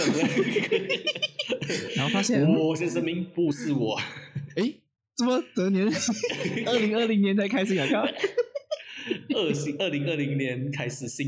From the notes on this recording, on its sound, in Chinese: 進了clubhouse。音質有待加強。